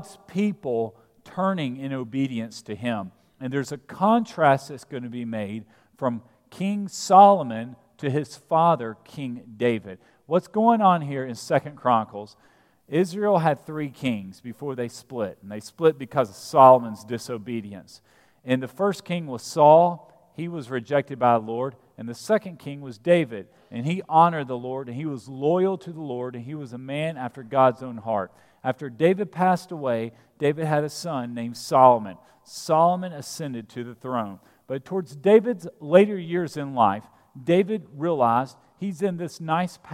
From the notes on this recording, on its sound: at Broadway Baptist Church, Lexington, Kentucky